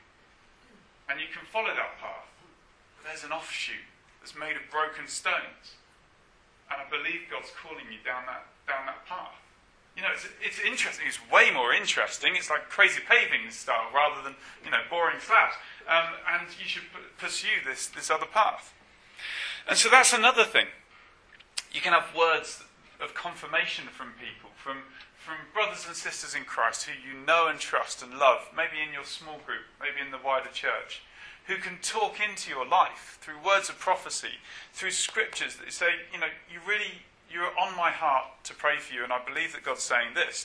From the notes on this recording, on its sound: apologies for the poor sound quality on this track